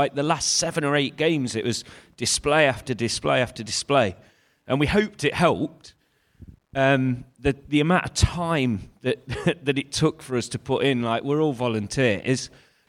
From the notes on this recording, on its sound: Garibaldi Red Live Show. At the Trent Navigation as they answered questions from the audience.